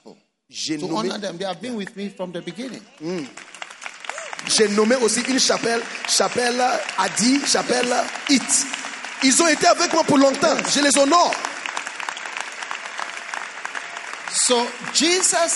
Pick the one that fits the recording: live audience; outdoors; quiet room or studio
live audience